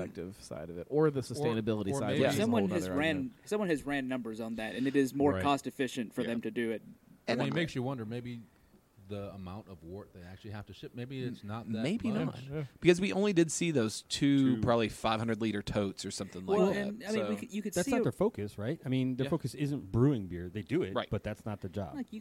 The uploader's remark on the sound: Live from Drinktacular and White Labs.